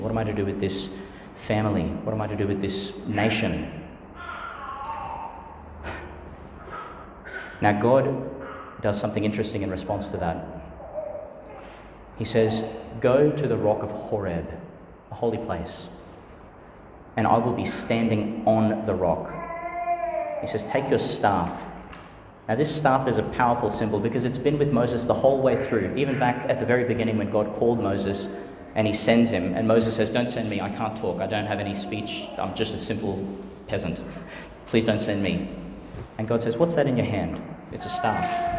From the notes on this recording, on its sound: delivered in St Peter Chanel Church, Tannum Sands, Qld.